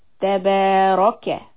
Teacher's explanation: ta is soft, ba two counts, ra heavy